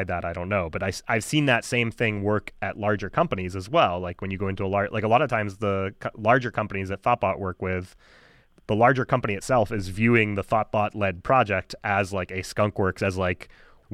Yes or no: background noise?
no